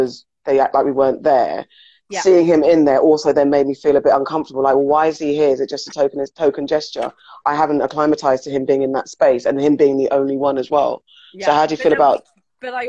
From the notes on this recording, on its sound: as part of our lockdown Instagram Live sessions